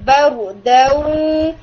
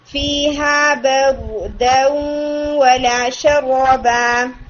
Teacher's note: ایک اور چیز جو مجھے تھوڑی فیل ہو رہی تھی آپ کی وہ یہ کہ جب آپ نا پہلے لیٹر کو دوسرے کے ساتھ ملا رہی ہیں نا تو جو فرسٹ لیٹر کی حرکہ ہے وہ بہت جلدی جا رہی ہے، جیسے بغ دوں دوں، یوں نہیں بغ دوں، یعنی جو دال کی فتحہ ہے وہ ایک حرکہ مکمل کر کے ہم اس کو واو کے ساتھ ملائیں گے